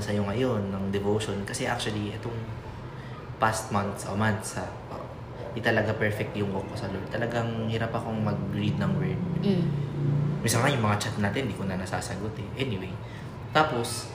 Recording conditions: sounds in the background